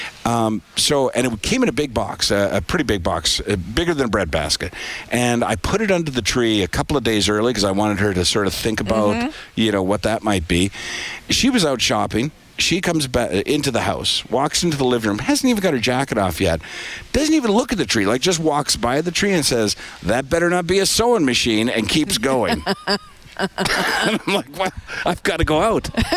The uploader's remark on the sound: broadcast live from Santas Anonymous depot